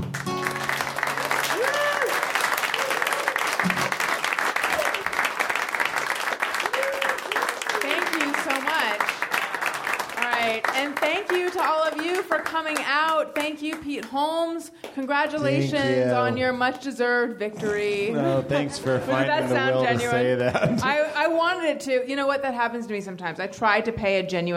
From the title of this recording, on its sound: LIVE from Nerdmelt